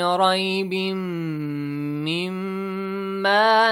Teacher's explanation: So nun sakin is there and plus mim idgham with ghunnah.